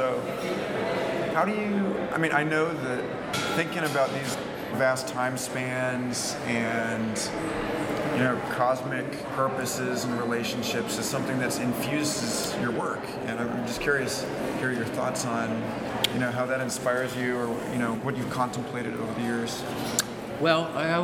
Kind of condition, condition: fault, background noise